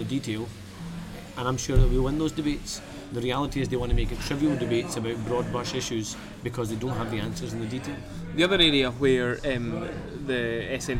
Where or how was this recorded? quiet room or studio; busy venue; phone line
busy venue